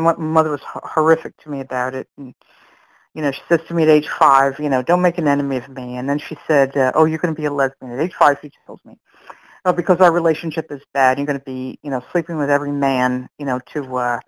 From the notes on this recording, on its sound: from the 100 Pounders Phone Meeting, 11/29/22